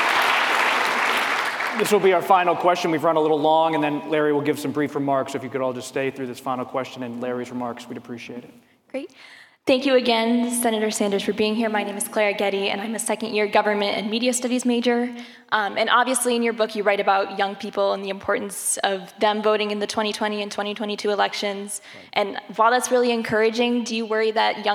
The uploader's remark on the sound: told an audience at a UVA Center for Politics event